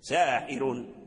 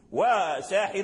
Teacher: الراء مرققة عند ورش مفخمة عند قالون